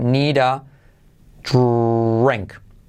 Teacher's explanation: La D se convierte en R suave